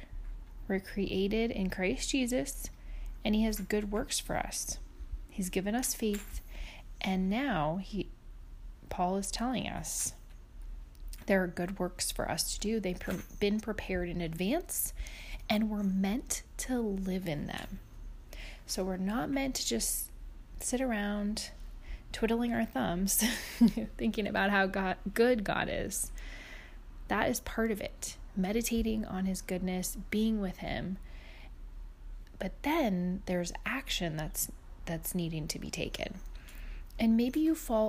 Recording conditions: sounds in the background